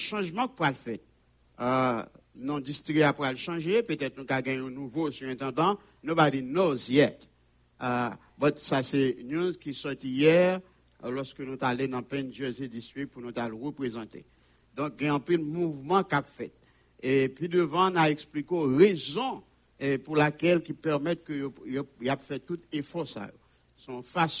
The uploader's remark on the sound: Sunday Service Live.